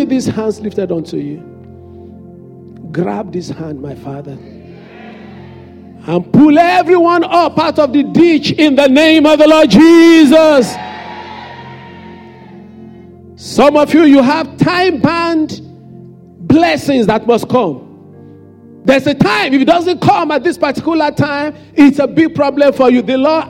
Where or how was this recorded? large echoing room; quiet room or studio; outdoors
large echoing room